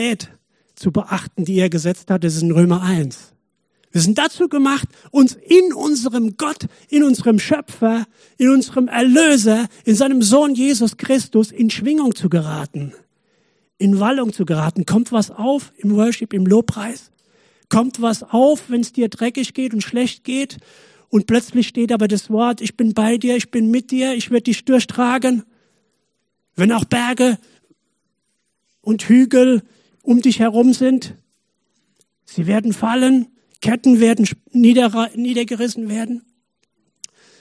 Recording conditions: large echoing room